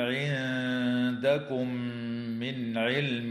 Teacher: وتخفى النون الساكنة عند الدال مع الغنة مرققة في كلمة عندكم، وتظهر النون الساكنة عند العين في قوله تعالى من علم